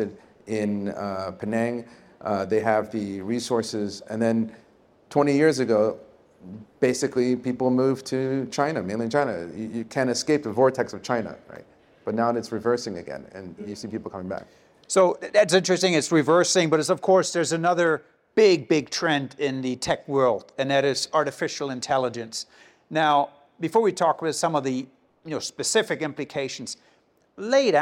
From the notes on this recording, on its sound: Take the podcast live for the first time ever, recording in front of a studio audience at HSBC's Asia headquarters.